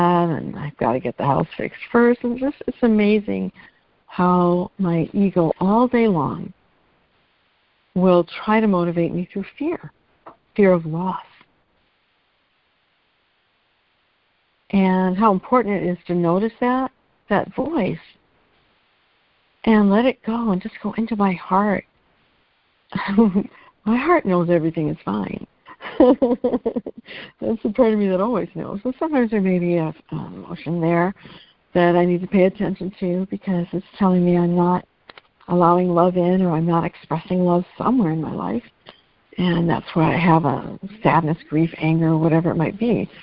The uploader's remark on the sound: ACIM Daily Conference Call